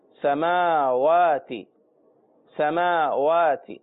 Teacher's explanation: میم کے اوپر بھی کھڑا زبر اور واو کے اوپر بھی کھڑا زبر، دونوں کو کھینچیں گے.